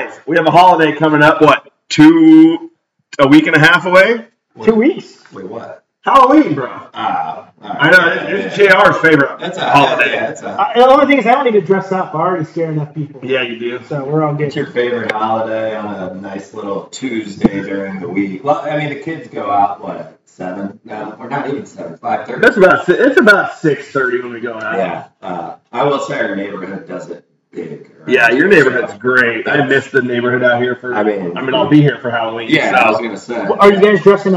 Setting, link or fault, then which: fault, poor sound quality